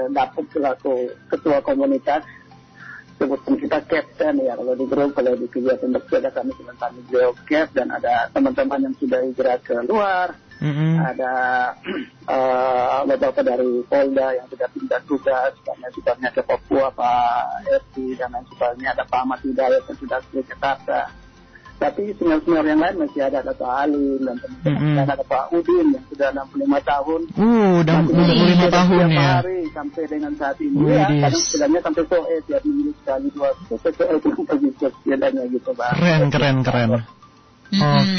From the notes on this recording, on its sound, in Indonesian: SAHABAT ON THE PHONE. Kupang Cycling Club ( KCC).